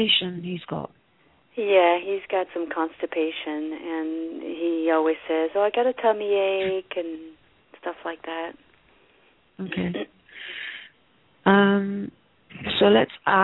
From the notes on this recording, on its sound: Takes your calls for healing live today!